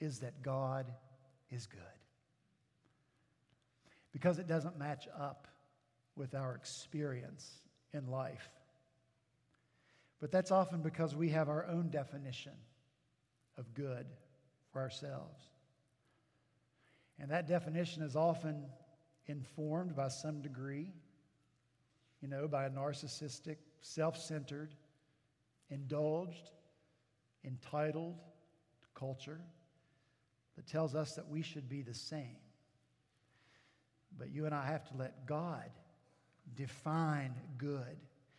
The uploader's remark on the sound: At Redeemer Presbyterian Church in Charleston, SC